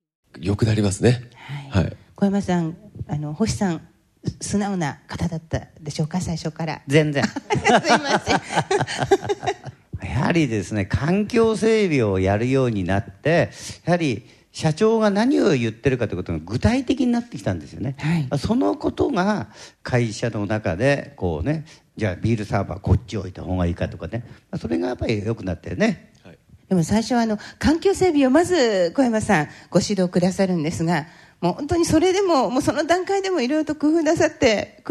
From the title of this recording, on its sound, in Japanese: 公開録音スペシャル後編